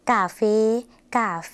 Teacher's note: ภาษาไทยออกเสียงสระแอแต่ภาษาลาวออกเสียงสระเอค่ะ